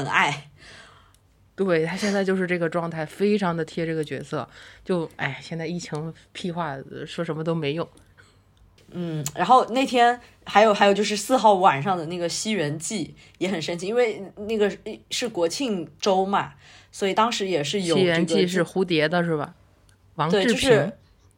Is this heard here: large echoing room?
no